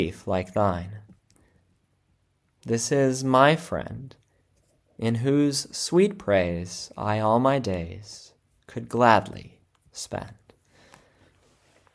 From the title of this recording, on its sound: February 14, 2024 Church Service – Ash Wednesday